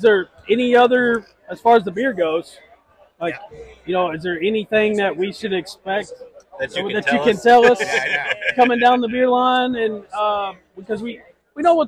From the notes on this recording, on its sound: at the Kentucky Bourbon Festival